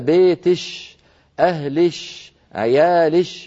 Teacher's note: مثلا الحضارم يقولون للأنثى بيتش، أهلش، عيالش، فيبدلون كاف المخاطبة شينا خالصة · Term: الكشكشة